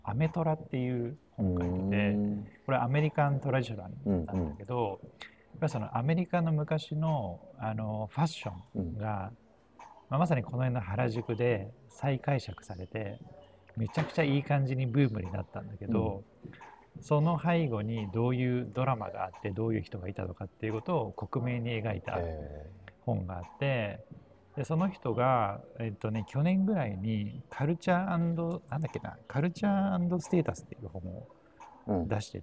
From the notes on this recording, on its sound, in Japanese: TRUNK（LOUNGE）にて、ワイヤレスマイクのAnkerWork M650を使って雑談を収録してみました。